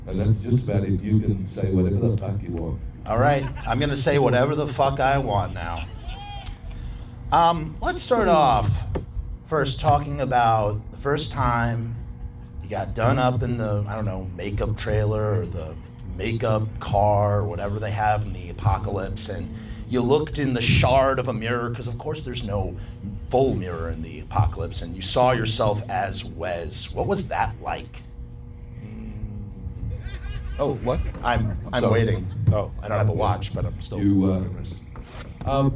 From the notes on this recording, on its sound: Q&As at The Mahoning Drive-In Theater for a Mad Max marathon.